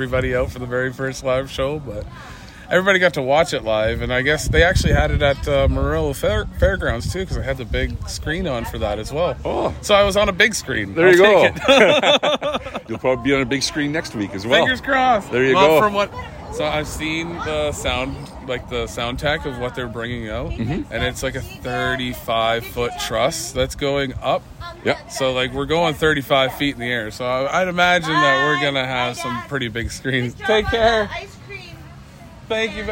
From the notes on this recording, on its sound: I happened to be in that area of Thunder Bay , it was a warm summer day. The following recording is our conversation from his lawn as his children took care of the bustling business in the background.